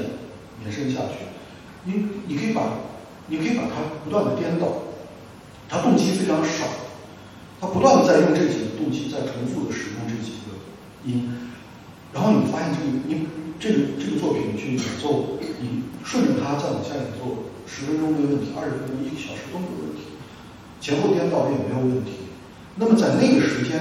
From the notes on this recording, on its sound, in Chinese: 对谈现场录音。本场录音是现场自然收音，有空间混响和现场观众反应，与之前节目声音状态有较大区别。活动地点：中间美术馆会议室。地址：中间美术馆，北京海淀区杏石口路50号。